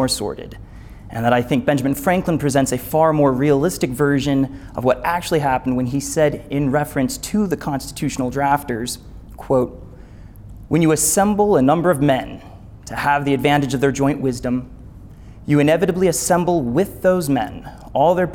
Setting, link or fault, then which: setting, live audience